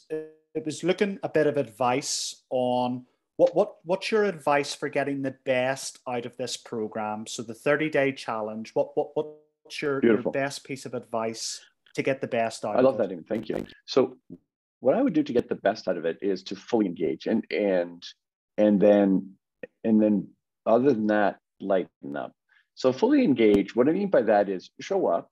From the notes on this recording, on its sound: UK 30 Day Miracle Challenge Zoom Call. Audio from the discussion of day one of the 30 Day Miracle Challenge Zoom call in the U.K.